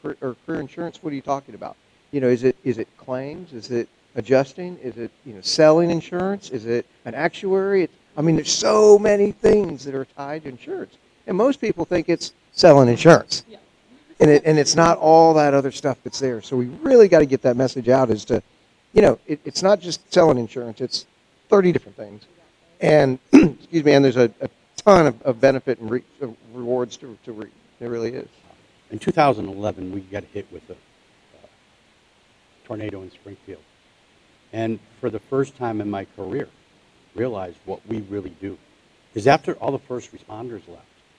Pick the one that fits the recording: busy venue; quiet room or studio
busy venue